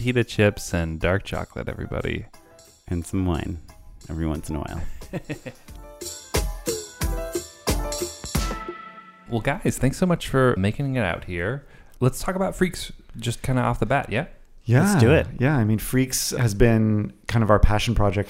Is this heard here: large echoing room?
no